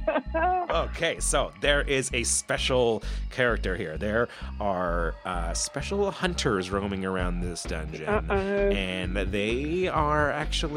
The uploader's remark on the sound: Is a 1-on-1 1970s D&D style roleplaying game played over the telephone.